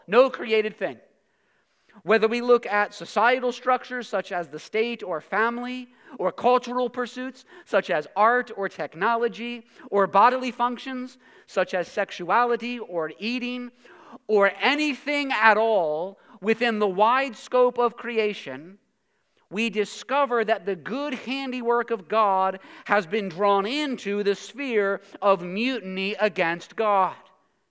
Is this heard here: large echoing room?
yes